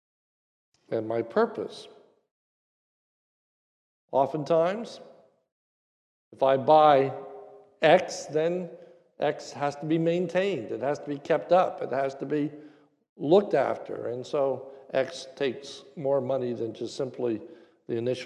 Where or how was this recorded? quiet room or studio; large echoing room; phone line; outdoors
large echoing room